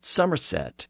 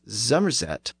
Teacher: One of the most notable traits of this dialect region was the tendency to pronounce the initial S sound as a Z and the initial F sound as a V. · Shown in: second take · Term: voiced these otherwise voiceless sounds